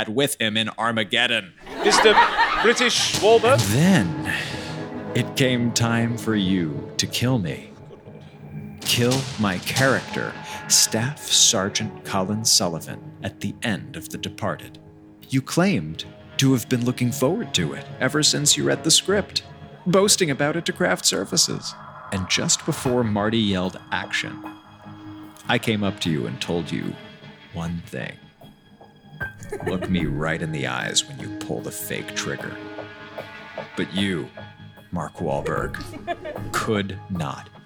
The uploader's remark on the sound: LIVE SHOW. This is a crossover episode between The Amelia Project and Greater Boston, recorded live at The London Podcast Festival!